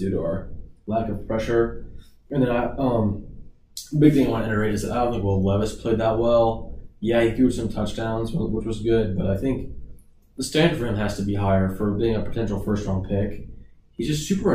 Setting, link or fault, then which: fault, poor microphone